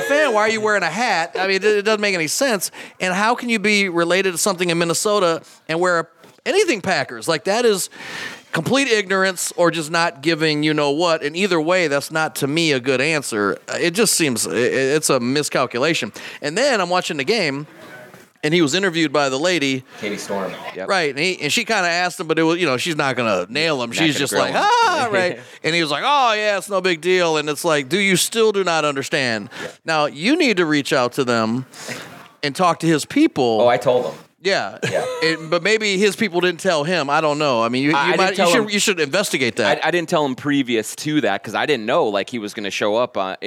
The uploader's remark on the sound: Live at Tuttles Eat Bowl Play in Hopkins